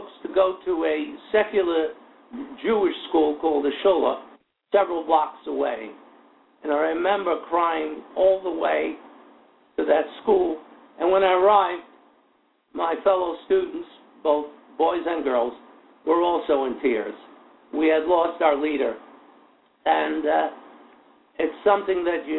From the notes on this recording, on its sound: will call into the show